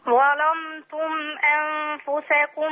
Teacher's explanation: اللام دايما ورش بيغلظها بيفخمها يعني